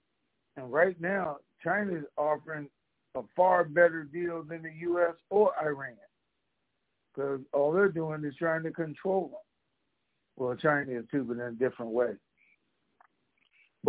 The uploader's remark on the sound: TNTSuperfantastic Conference Call